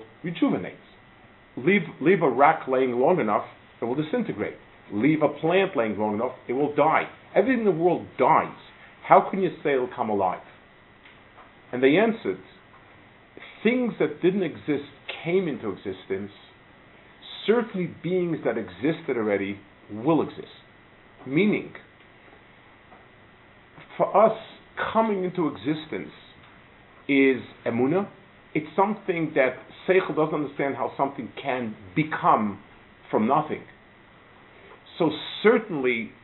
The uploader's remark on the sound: Delivered at Gush